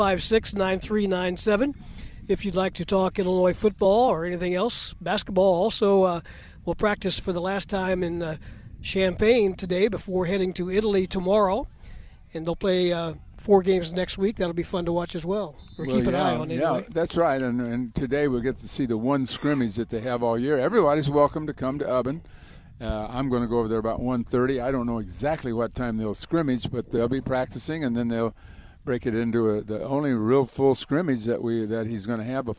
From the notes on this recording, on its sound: live from Illini football practice